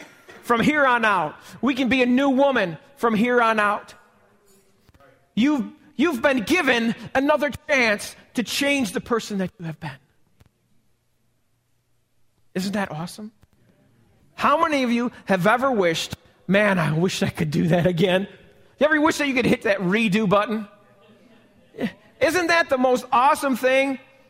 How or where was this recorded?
large echoing room